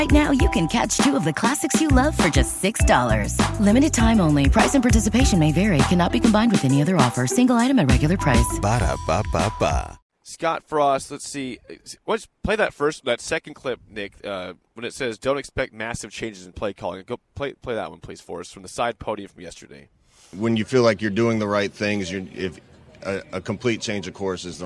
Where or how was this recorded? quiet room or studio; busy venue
busy venue